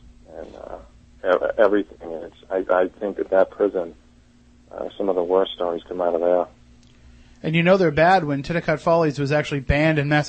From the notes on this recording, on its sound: We're joined in studio by Bridgewater Triangle researcher and historian. Via telephone.